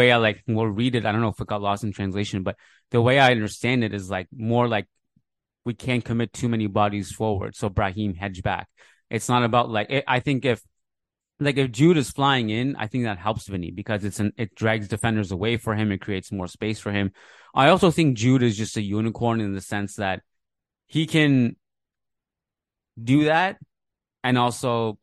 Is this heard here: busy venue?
no